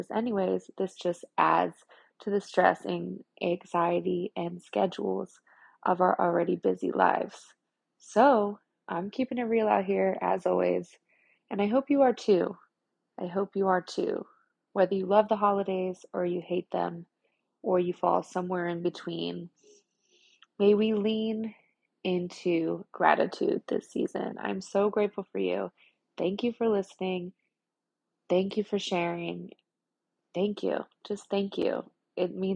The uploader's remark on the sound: The sound quality is from my AirPods & the editor on my phone is limited so my theme song ends abruptly & begins again aggressively.